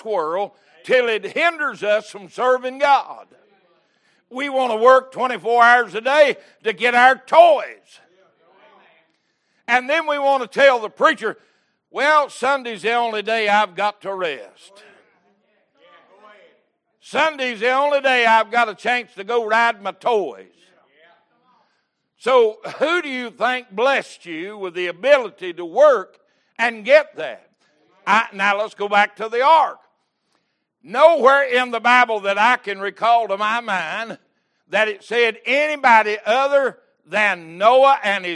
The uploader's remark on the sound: Recorded August 7, 2022 - Sunday Morning Service